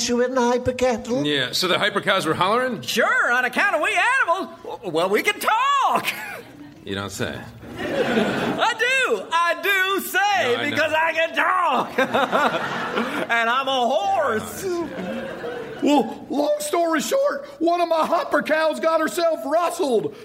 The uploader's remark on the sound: Recorded Live 5/2/2011 at Largo, Los Angeles.